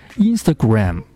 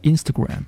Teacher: 说第一个音节读得尽量要短，要轻，第三个音节呢，也尽量要短，要轻。用来突出中间的这个音节。Proposal，proposal。那这就好像我们同学在读这个脸书这个单词的时候，好多同学会读成 Facebook，Facebook。那这样的话就失去了一个重音，就等于说 face 和 book 两个单词的重音是一样了。当然像我刚才说的，嗯，如果是名词词组的话，通常它的这个重音会下来，会出现在第一个单词上。所以说正确的读法是 Facebook。Facebook，啊，类似的油管，啊，油管，也不是 YouTube 啊，而是 YouTube。再比如著名的 Ins，啊，它的发音不是 Instagram，而是 Instagram。重音出现在第一个音节 · Shown in: second take